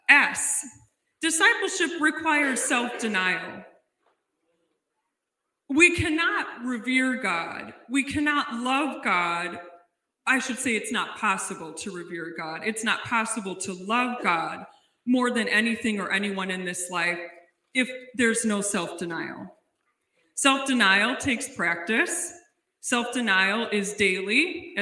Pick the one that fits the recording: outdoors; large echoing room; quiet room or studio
large echoing room